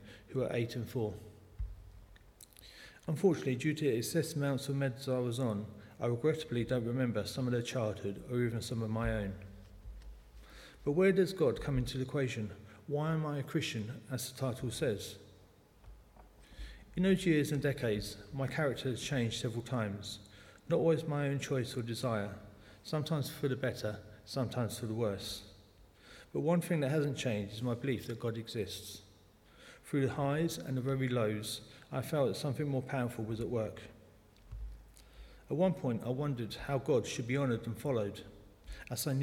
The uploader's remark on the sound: speaking at the 11 o'clock service